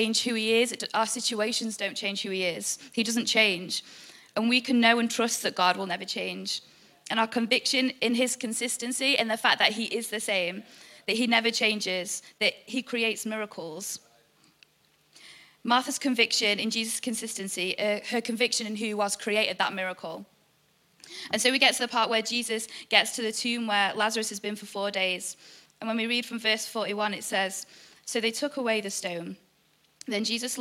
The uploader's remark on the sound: EP Launch Night. IKON Church. Recorded live at the Chesterfield Campus this is the message from the evening service.